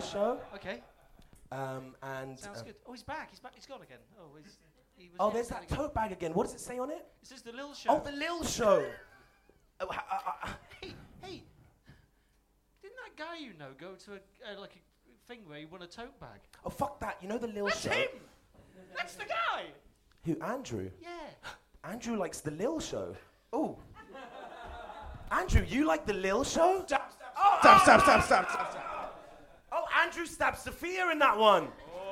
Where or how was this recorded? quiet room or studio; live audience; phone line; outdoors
live audience